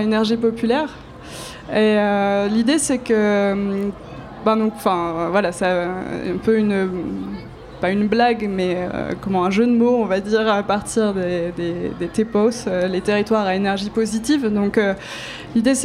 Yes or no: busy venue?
yes